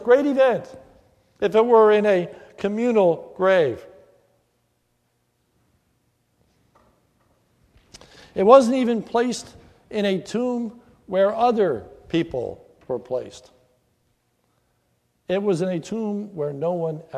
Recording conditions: large echoing room